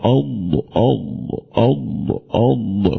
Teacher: يبقى فيها الضاد امتداد نتيجة ان فيها جريان نفس · Term: الاستطالة